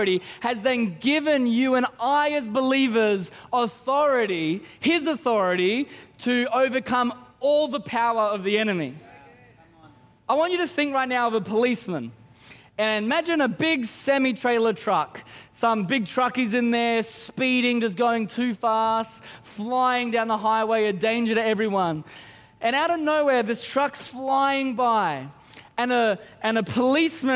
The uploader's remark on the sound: Christmas At C3 Powerhouse. Recorded during our 9am service on Sunday, the 17th of December 2023.